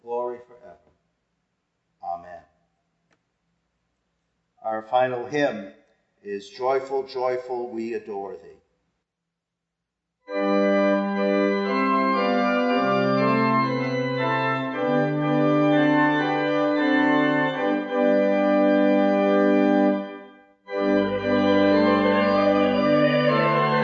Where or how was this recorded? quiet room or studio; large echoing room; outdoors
large echoing room